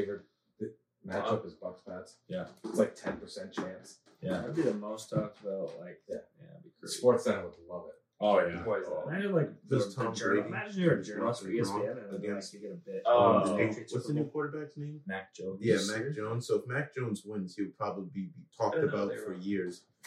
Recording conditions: poor sound quality